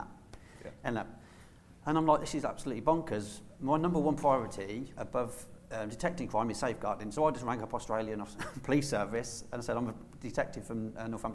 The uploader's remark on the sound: This episode was recorded with a live audience at the MSAB UK June event at Chester Racecourse.